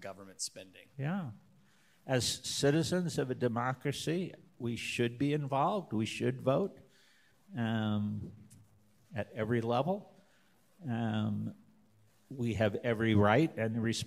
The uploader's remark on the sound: Youre listening to a recorded Lecture from the Denver Lecture Series.